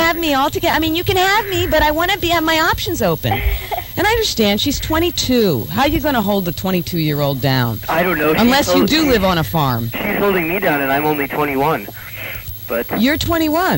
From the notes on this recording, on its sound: This is a caller on my Saturday night live show.